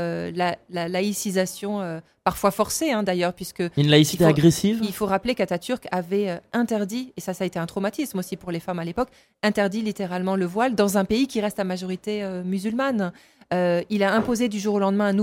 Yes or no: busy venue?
yes